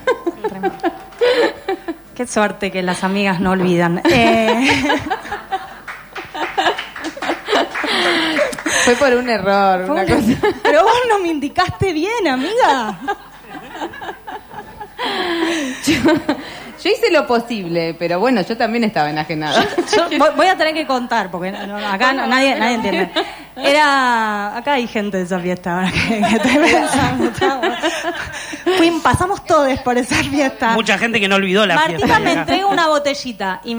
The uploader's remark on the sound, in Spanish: En la Mostra. Lo hicimos con público.